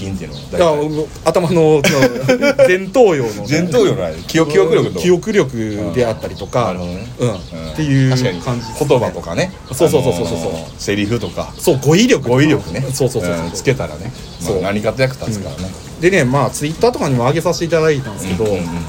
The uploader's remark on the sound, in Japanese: 今回のアカイダダリオは天王寺公園からロケ録音をしております。